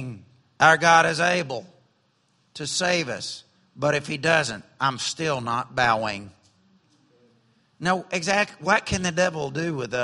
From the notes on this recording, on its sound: during evening service at Celebration Life Family Church.